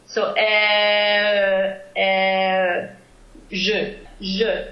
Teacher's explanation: I like to think of an e vowel and rounding my lips forward to an o shape. · Term: the schwa